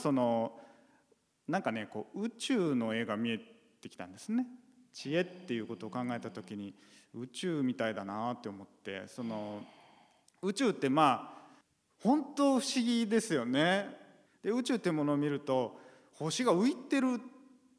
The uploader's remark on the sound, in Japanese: 8月8日に行われた、公開録音の模様をお届けします。